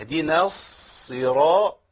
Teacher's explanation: ماشي، يبقى هنا الراء مفخمه، يبقى عندي الصاد مفخمه والراء مفخمه والطاء مفخمه كمان · Term: تفخيم